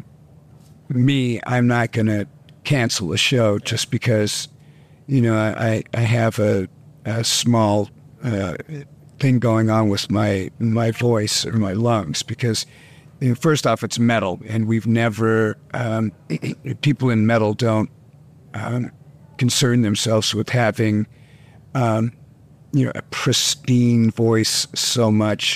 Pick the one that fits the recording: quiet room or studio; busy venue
busy venue